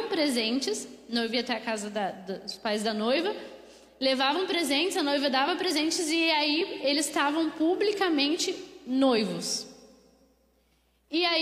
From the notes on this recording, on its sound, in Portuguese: Mensagem ministrada ao vivo